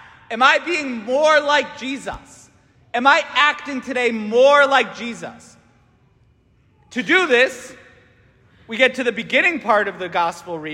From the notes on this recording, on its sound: St Francis Catholic parish homily